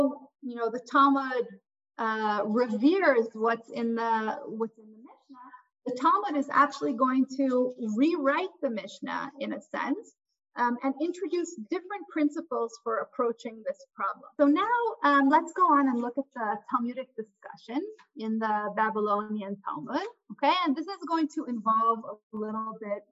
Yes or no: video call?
yes